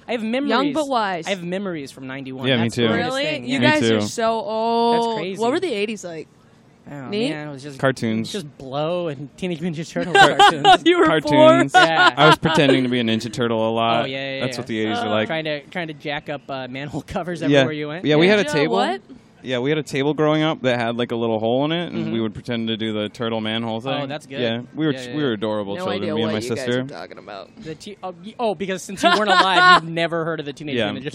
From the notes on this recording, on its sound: It was recorded LIVE from the patio of The Creek and The Cave in Long Island City, Queens!